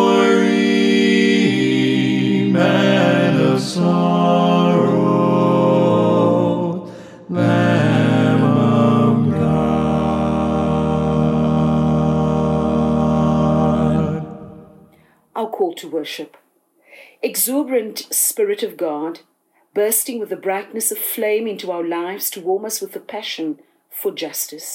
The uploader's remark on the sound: delivered this sermon this morning at the Saint Barnabas United Church